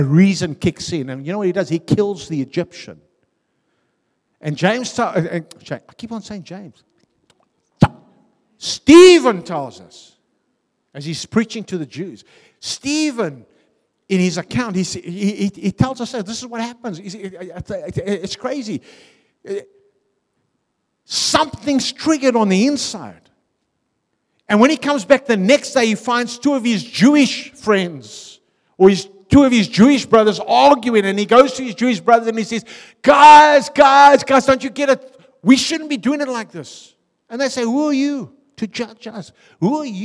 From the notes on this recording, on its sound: Venue : a|City Church , Harfield , Cape Town